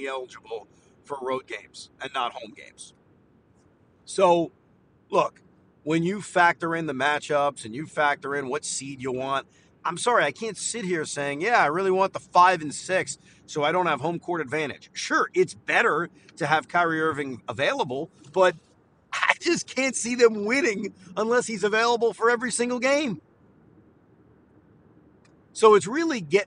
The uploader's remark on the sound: While driving home from Barclays Center.